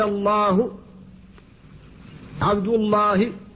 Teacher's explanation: فاللام هنا تفخم بعد الفتح والضم، والألف التي بعدها تفخم تبعا لها